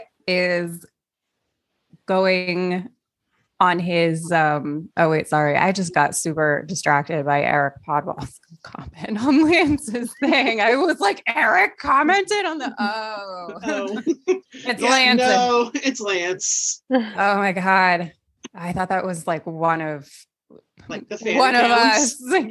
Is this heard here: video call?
yes